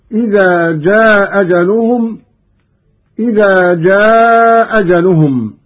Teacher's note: قرأ قالون بإسقاط الهمزة الأولى وله القصر والمد